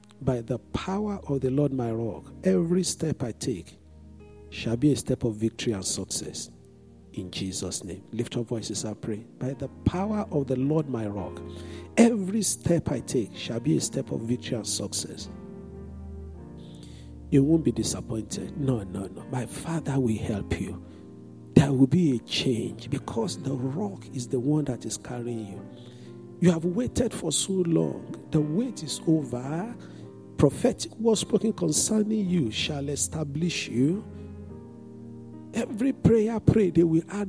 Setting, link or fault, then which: setting, large echoing room